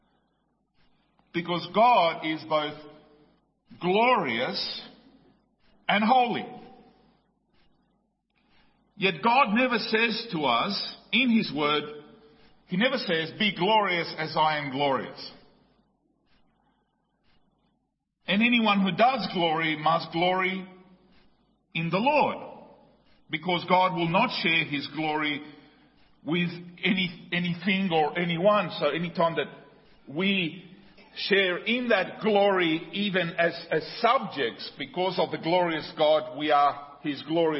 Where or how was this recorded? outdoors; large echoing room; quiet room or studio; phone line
large echoing room